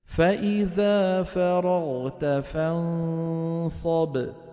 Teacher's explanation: شايفين الباء كيف قصيرة لأنها إيه شديدة